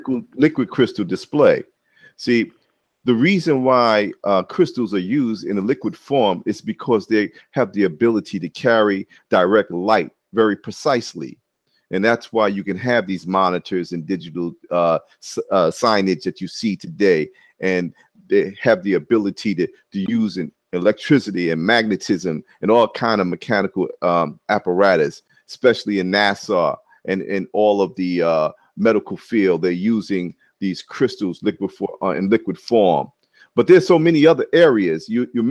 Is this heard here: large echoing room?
no